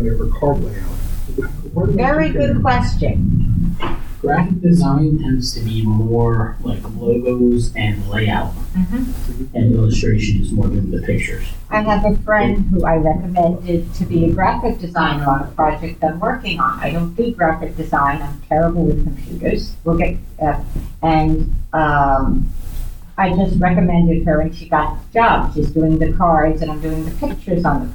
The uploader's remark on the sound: Recorded at Metatopia 2023.